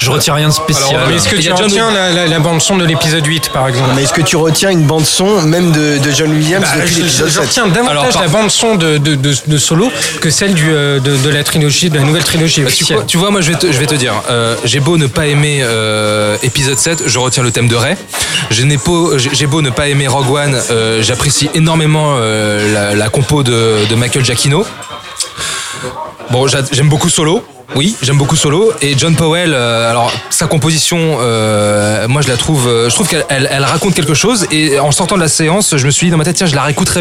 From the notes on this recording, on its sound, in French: Enregistré au Hurling pub (8 Rue Descartes, 75005 Paris), le vendredi 25 mai 2018.